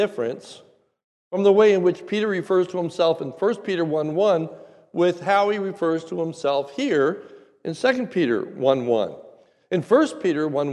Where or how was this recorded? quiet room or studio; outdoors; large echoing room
large echoing room